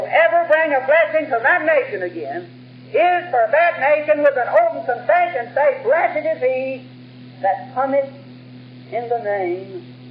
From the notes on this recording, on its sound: While old recordings and tapes are sometimes poor in quality, we are always very thankful to have these messages preserved for our day.